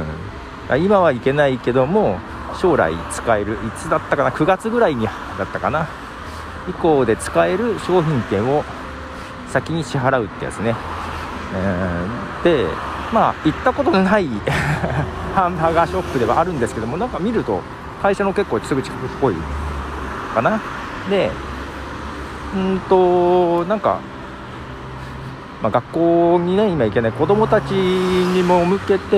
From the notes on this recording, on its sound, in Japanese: 散歩をしながら街をリサーチ。近所を歩きながら、どんな店が営業をしてるのかなんかを眺めています。